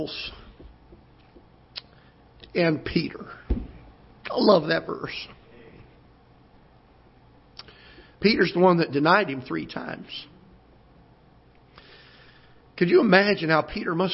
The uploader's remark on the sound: Ketha Heights Baptist Church ~ Live Broadcast